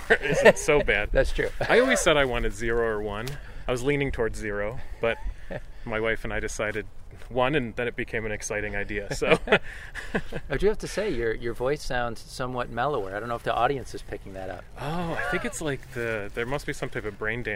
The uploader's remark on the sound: This episode was recorded on May 16, 2023 at the Hampton Brook Woods Wildlife Management Area in Hamburg, NY.